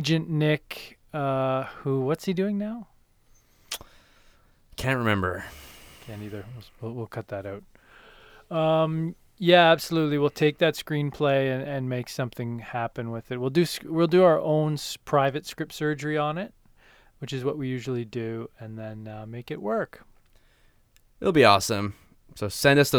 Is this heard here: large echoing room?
no